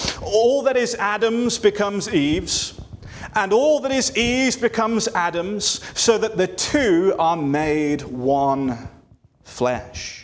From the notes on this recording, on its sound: This sermon was delivered on November 12, 2023 at Antioch Presbyterian Church, a mission work of Calvary Presbytery of the Presbyterian Church in America located in Woodruff, South Carolina.